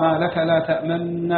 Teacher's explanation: بإدغام النون الأولى في الثانية وإشمامها الضم · Term: الإشمام